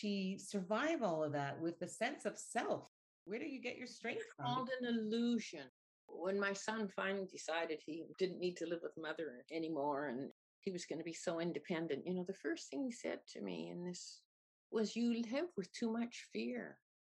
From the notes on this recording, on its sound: I interviewed. Over Zoom while travelling west last summer.